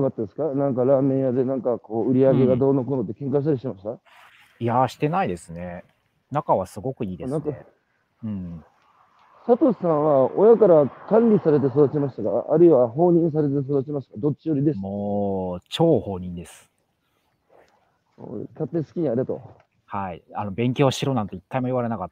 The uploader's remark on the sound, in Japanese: 歩きながら1時間、対談する